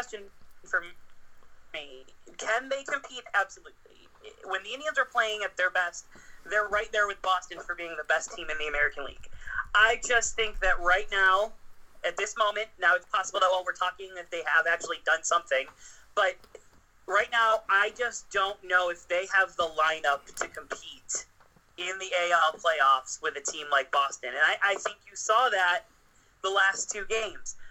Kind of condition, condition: fault, poor sound quality